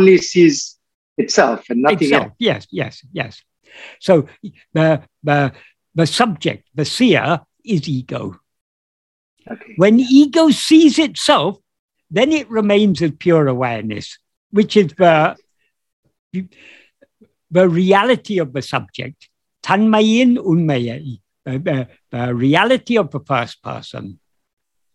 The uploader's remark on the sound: In a Zoom meeting with Sri Ramana Center, Houston